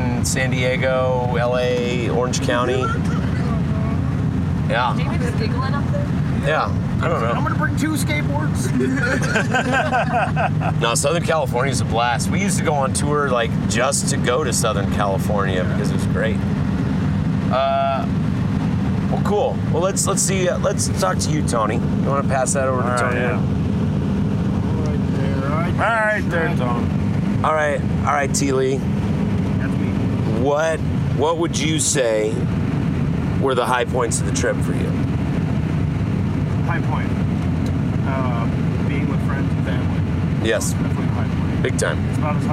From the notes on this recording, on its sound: This episode was recorded in the van while driving using an iphone and a split lavalier mic which we passed around the van. Straight up, there are moments when the quality is so poor as to make it nearly unlistenable.